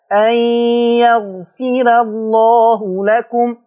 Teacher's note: انتبهوا إلى ترقيق الراء خاصة أنها متجاورة مع لفظ الجلالة